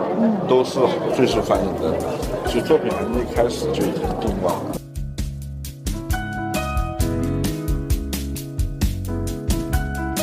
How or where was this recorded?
busy venue